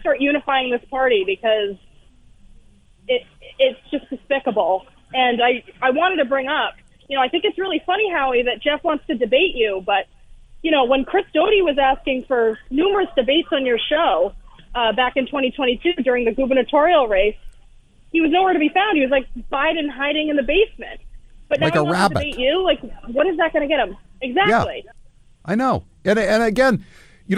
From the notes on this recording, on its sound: Candidates for the Massachusetts Republican State Committee call.